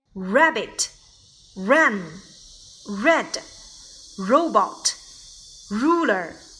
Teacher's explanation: 舌前部下陷，舌身略凹，发生摩擦而成 · Term: 摩擦浊辅音